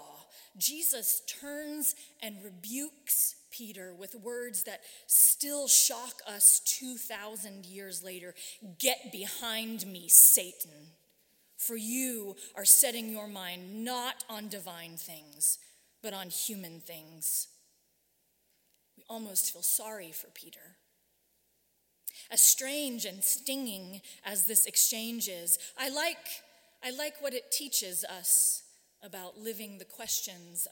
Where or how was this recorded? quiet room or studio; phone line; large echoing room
large echoing room